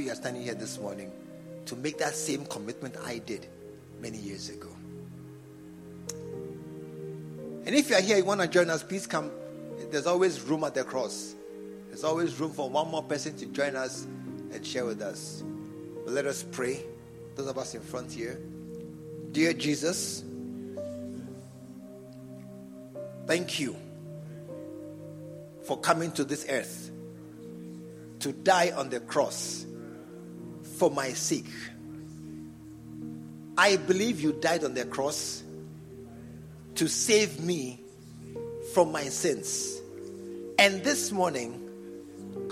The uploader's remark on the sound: Preached at the True Vine Cathedral, Bantama.